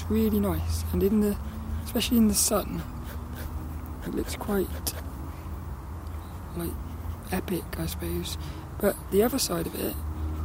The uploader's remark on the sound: do a bit of sketching outside at Saltrum, before my lead runs out